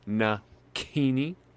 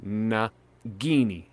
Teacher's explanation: the C is just a G without vocalization